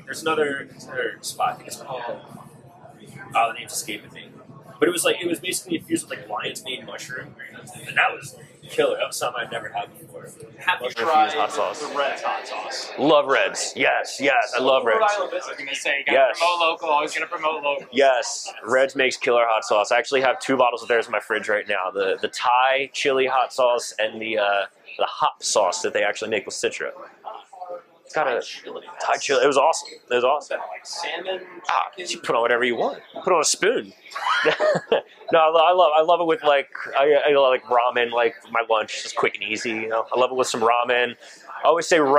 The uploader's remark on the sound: For the second time in our show’s history, we’re live at Long Live Beerworks!